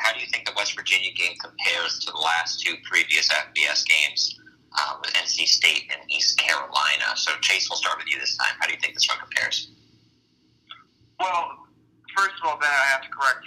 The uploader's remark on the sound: Anchor doesn't work so we apologize for the lackluster audio.